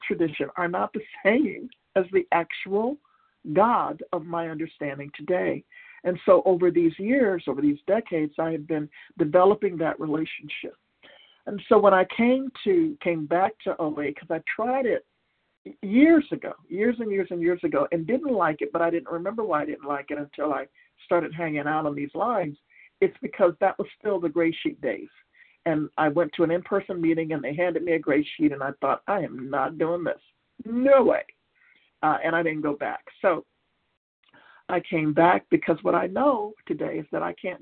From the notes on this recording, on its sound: from the 100 Pounders Phone Meeting, 2/7/23